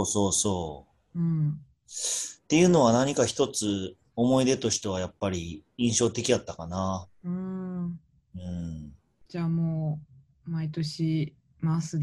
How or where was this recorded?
video call